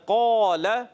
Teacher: قاف کے بعد الف آیا موٹا ہو گیا